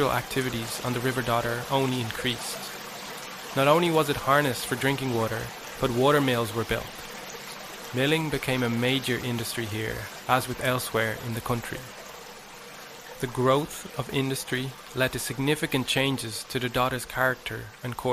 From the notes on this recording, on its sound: River Dodder Soundwalk. A soundwalk of the River Dodder in South Dublin.